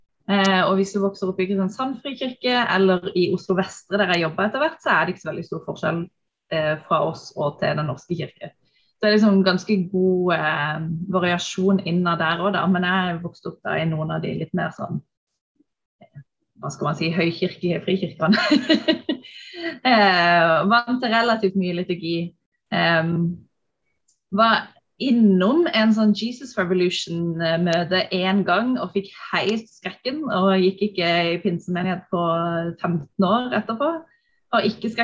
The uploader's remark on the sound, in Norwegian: Denne første episoden satt vi på zoom, derfor er ikke lyden optimal.